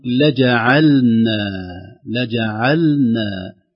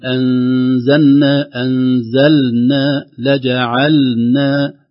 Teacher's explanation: لجعلنا ظهور اللام الساكنة قبل النون بسبب تقارب المخرجين